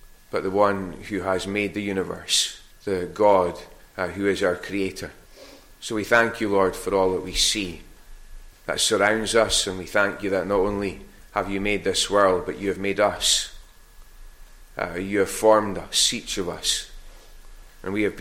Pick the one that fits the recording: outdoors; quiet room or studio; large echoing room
large echoing room